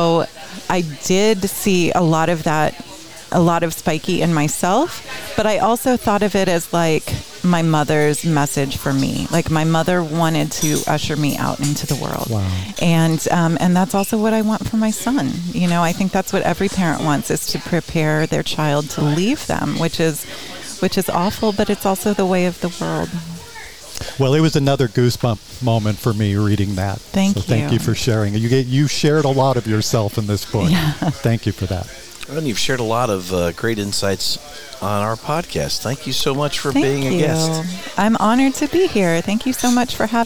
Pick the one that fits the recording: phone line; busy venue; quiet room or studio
busy venue